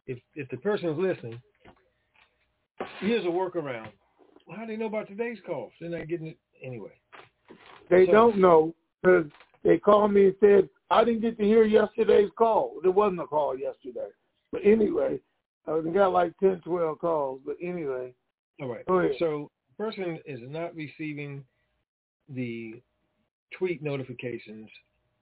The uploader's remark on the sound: TNTSuperfantastic Conference Call